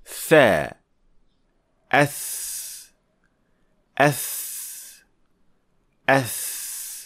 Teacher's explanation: The tongue is not protruding out, and it is not behind the upper teeth either. In other words, tip touching the tip.